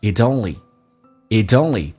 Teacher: It only means,它意味着 that you didn't get it yet,你目前还没有得到，而且你得 find another way to get it,寻找到另外一种方式去得到。我们来看一下 it 跟 only 有一个连音叫 it only. It only, T 在美式发音要浊化成 D.